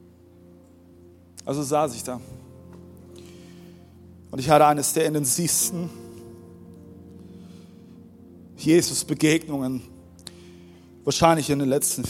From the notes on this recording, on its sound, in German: Audiomittschnitt der Predigt. Im Kurländer Palais in Dresden.